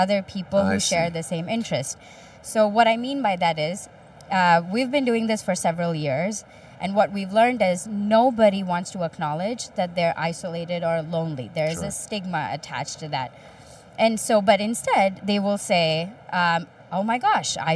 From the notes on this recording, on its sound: The interviews, recorded live at a recent health tech conference.